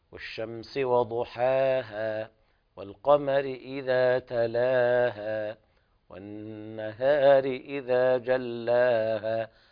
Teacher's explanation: كلها مد طبيعي، يعني لا تزيد عن حركتين. والشمس وضحاها والقمر إذا تلاها والنهار إذا جلاها هكذا بدون زيادة